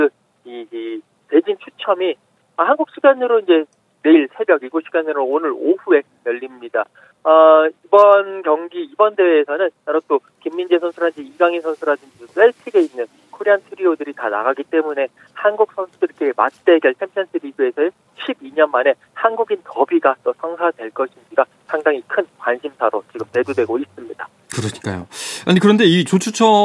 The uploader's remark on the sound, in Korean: 전화연결